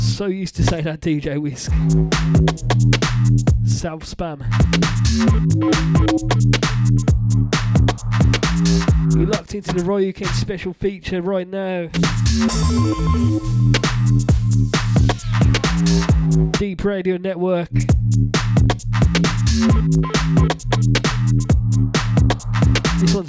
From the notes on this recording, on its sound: Recorded live from catch